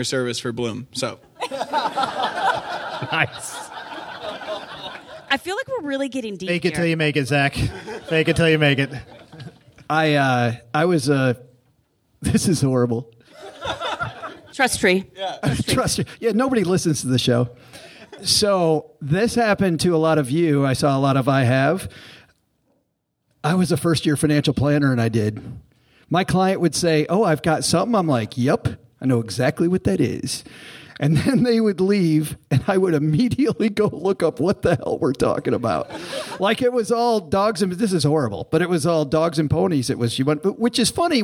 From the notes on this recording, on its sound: We're kicking off our live Kansas City show. We were joined on stage by our guest co-host. It's a really fun episode in front of a lively crowd who braved some pretty bad weather conditions.